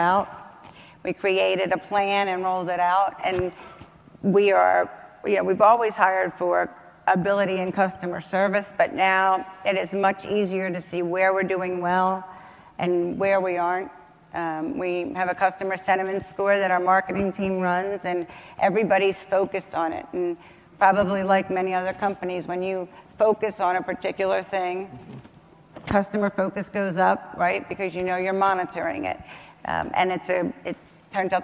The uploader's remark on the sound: a panel discussion from the 2019 National Multifamily Housing Council Meeting